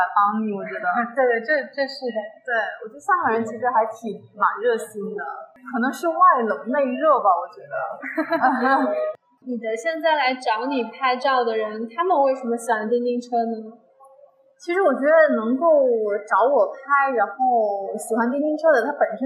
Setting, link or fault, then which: fault, poor sound quality